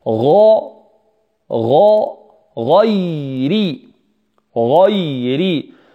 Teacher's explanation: الغين مفخمة والياء مرققة والراء مكسورة مرققة · Term: الترقيق